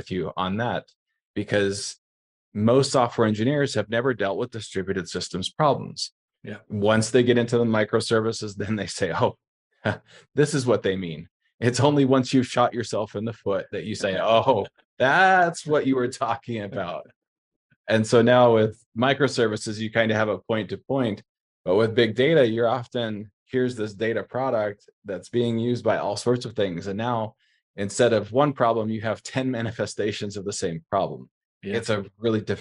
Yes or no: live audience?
no